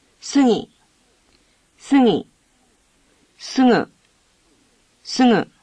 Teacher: The letter G in the middle of a word is pronounced like the NG in sing by natives of Tokyo.